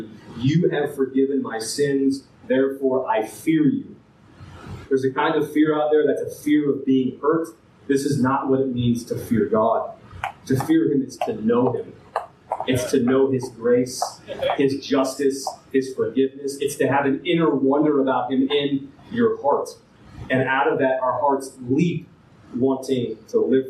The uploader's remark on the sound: This file has damaged audio quality.